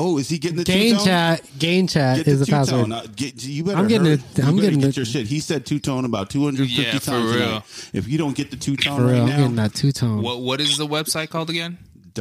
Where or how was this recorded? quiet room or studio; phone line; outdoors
phone line